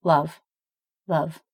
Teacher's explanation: If I just say it by itself, love, love, you don't necessarily hear a very strong V sound. It's a weaker sound. It's more like a weak F.